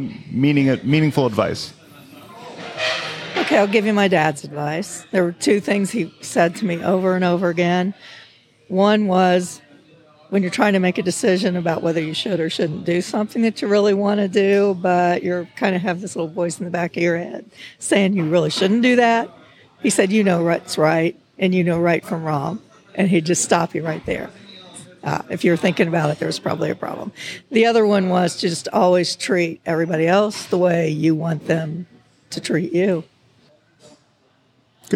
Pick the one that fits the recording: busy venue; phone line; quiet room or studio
busy venue